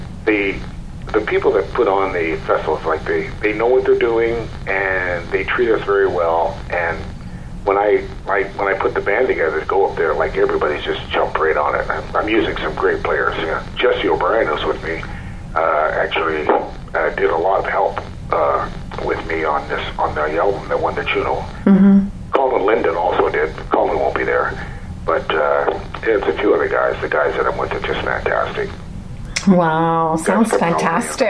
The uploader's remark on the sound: Joining me via phone.